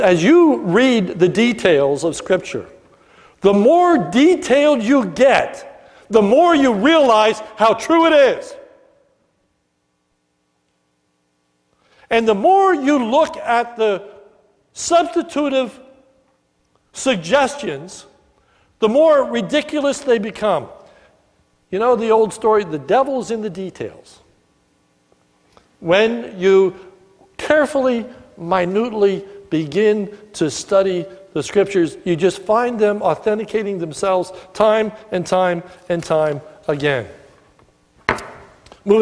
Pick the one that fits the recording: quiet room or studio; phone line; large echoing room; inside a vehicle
large echoing room